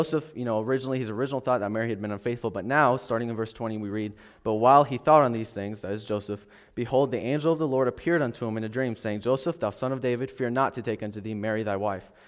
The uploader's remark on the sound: This message was originally taught and recorded at Solid Rock Bible Church